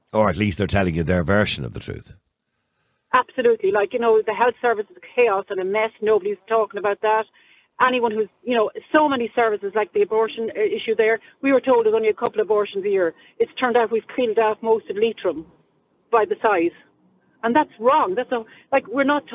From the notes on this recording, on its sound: Opening up the lines to callers, the audience passionately shares their perspectives on media trustworthiness.